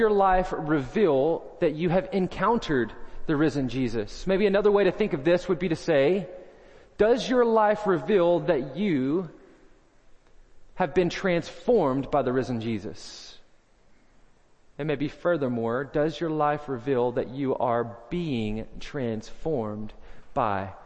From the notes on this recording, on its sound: First Baptist Belton Tx Sunday Morning Sermon